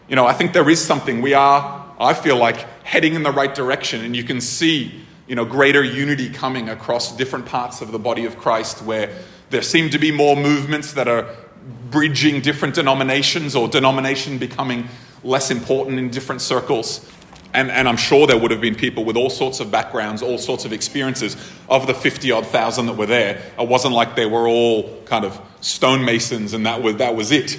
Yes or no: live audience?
yes